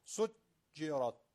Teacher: اصولا جیم شدت داره یعنی صداش قطعه بکشیدش ج میشه سجرت سجرت که خب این غلط میشه پس